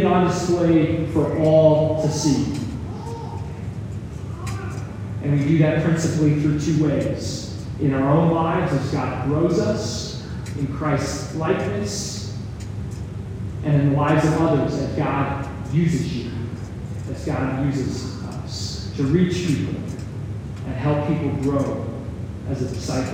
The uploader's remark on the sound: Some technical difficulties led to a poor audio recording